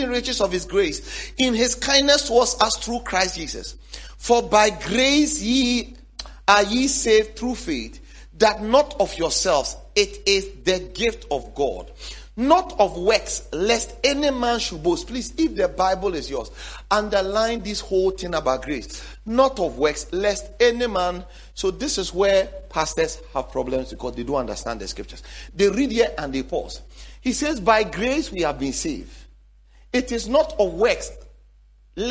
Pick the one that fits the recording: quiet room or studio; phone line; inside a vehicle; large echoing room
large echoing room